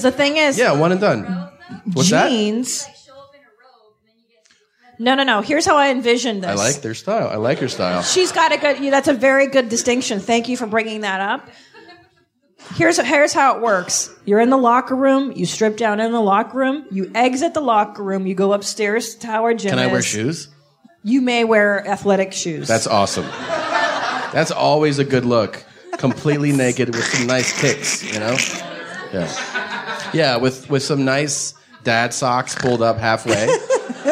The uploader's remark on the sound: Live ValenTIMES from Pasadena. We brought our love to the Ice House for a live episode with a fiery, sexy crowd.